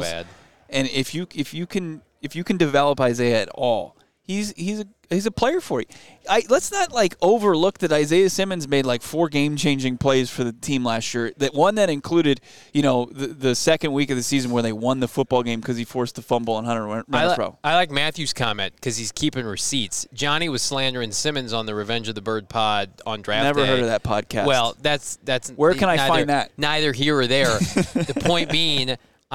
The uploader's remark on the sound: LIVE from the NFL Scouting Combine